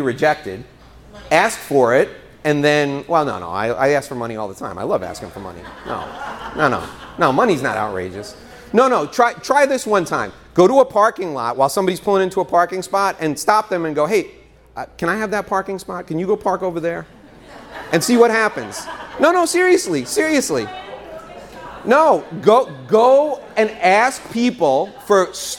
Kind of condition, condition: setting, live audience